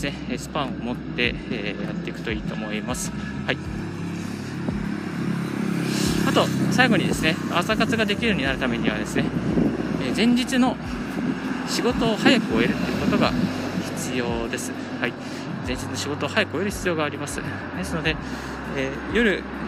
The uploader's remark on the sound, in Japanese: 歩きながらラジオ配信。